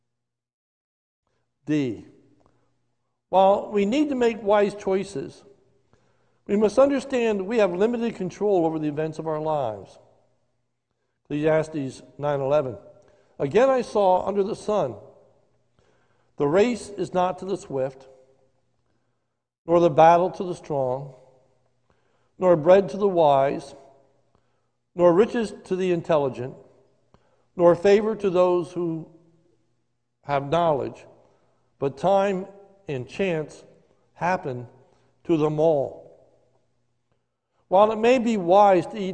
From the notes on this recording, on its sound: This is a sermon recorded live at the Lebanon Bible Fellowship Church in Lebanon, PA during the evening service on 02/21/2021